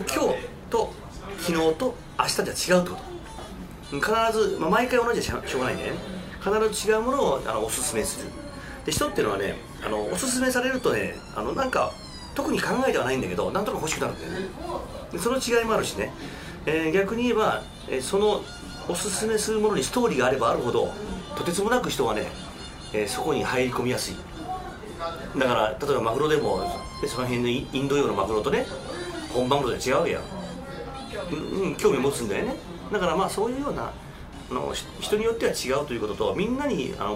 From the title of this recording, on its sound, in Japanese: リアル居酒屋収録版